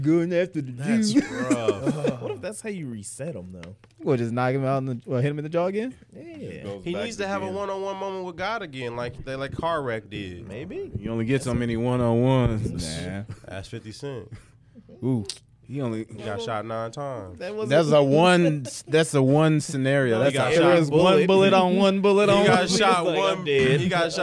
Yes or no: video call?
no